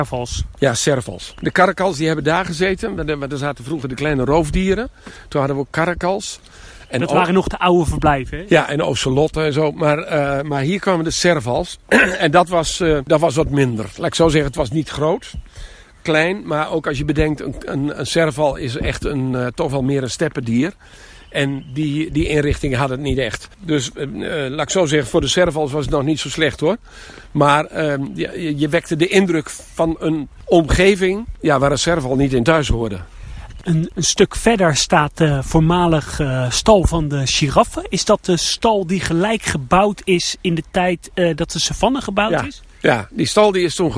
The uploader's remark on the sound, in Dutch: Wandeling door het Noorder dierenpark